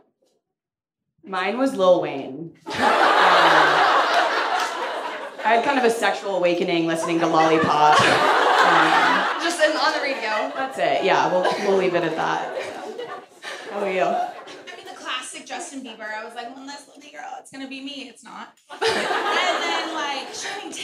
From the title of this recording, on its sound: Real Pod LIVE from Hollywood Improv!